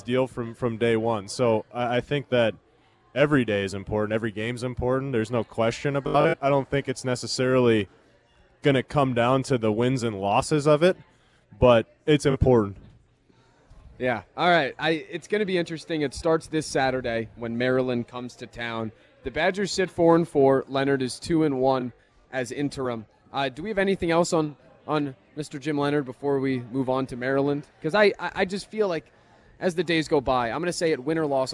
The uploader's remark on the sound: live at Monk's in Sun Prairie